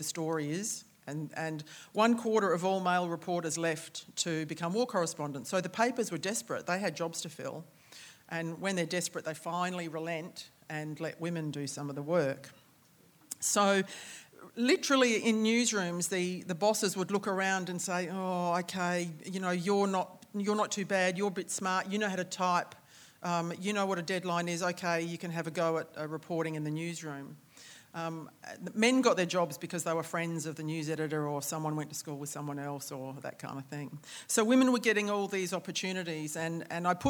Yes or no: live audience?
yes